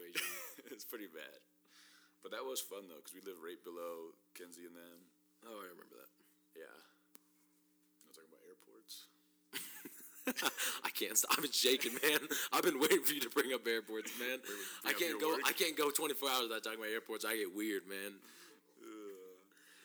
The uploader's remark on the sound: Apologies for the sound volume !